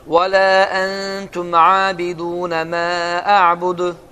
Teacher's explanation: Dəl incədir və qalqaladır. Və uzatma var.